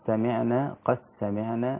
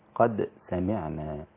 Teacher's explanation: أدغم الدال في السين · Shown in: first take · Term: إدغام الدال في السين